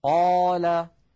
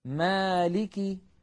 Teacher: نجد اللوحة مكتوب عليها لا توصف الألف بتفخيم ولا بترقيق بل تكون تابعة للحرف الذي قبلها، نحو قال مالك، فهنا ألف في قال وهنا ألف في مالك، إلا أن الألف الأولى مفخمة لأن قبلها قاف مفخمة والألف الثانية مرققة لأن قبلها ميما مرققة · Term: تفخيم الألف وترقيقها